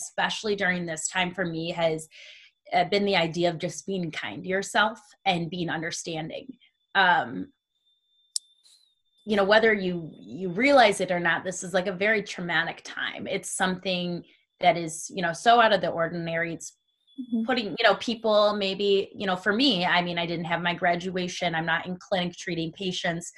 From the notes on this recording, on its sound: Today on Staying Forever Strong I zoomed with an old friend of mine